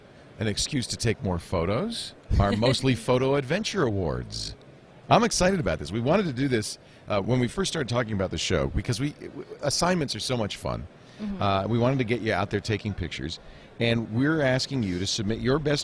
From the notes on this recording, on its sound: Live From NAB.